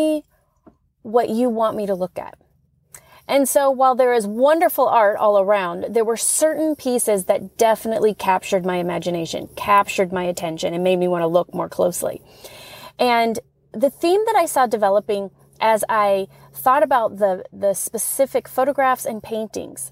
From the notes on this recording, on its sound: You'll notice the sound quality shifts when she goes from outside to inside -- but it's always clear.